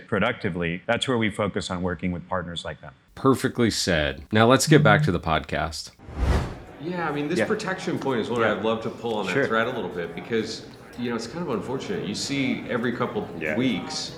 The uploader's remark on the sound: Live From Links NYC 2023